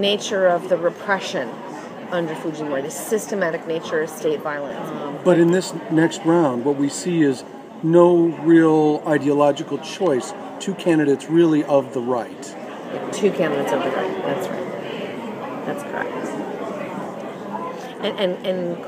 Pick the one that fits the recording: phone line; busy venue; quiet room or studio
busy venue